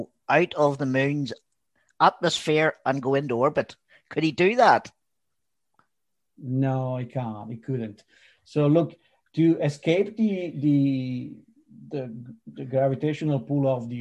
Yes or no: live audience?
no